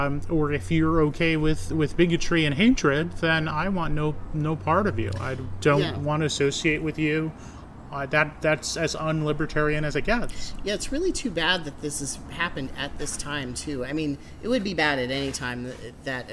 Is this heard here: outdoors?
yes